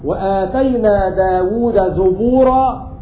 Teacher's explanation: حمزة في الصور الثلاثة يقرأ بضم الزاي، فيقرأ هكذا: وآتينا داود زبورا في النساء والإسراء، ويقرأ هكذا في سورة الأنبياء: ولقد كتبنا في الزبور من بعد الذكر أن الأرض يرثها عباد الصالحون.